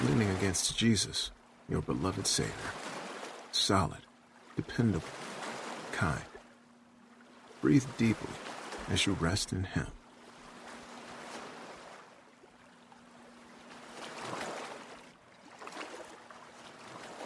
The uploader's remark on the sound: Relax to the sounds of lake waves.